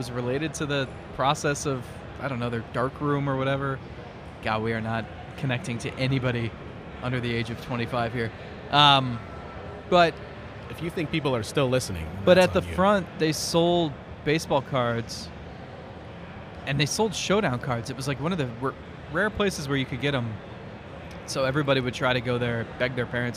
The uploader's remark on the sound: record an episode of the show at the Great Lakes Collectors Convention